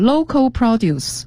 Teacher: produce 这个词重音在第一个音节